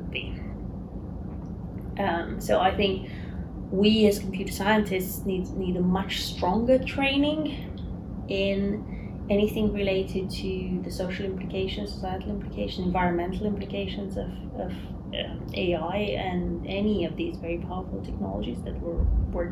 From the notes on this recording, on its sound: Apologies about the background noise, unfortunately, I couldn't remove it. Filmed in person.